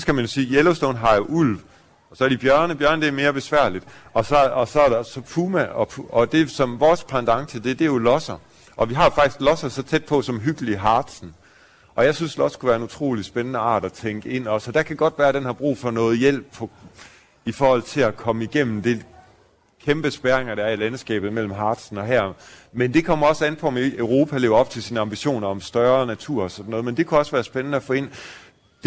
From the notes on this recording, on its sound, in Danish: Live fra Naturmødet 2023. I dagens afsnit bliver lytterne inviteret med til årets naturmøde i Hirtshals. Et hemmeligt møde i klitterne ved Hirtshals. Lov til at låne sofaen på Lifescenen. Til en times livesending.